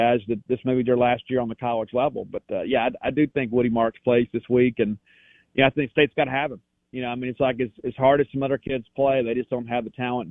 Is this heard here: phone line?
yes